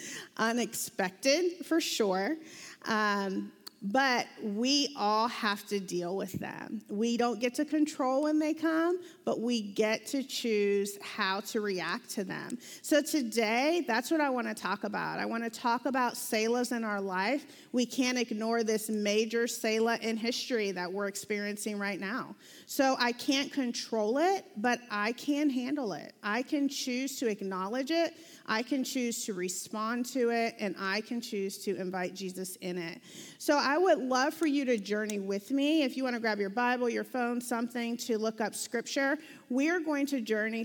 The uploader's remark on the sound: This video was recorded live from the Mosaic Church "Hope Center" in Charlotte North Carolina.